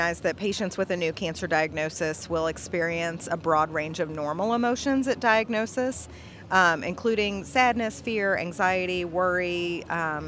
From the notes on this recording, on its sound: Live podcast from the 2023 Oncology Nursing Society (ONS) Congress.